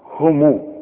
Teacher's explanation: الميم عند الوصل ضمها، والميم اذا وقفت عليها سكنها